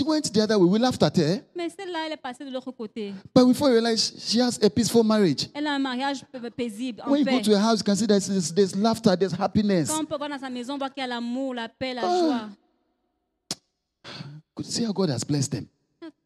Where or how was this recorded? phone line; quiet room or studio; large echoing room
large echoing room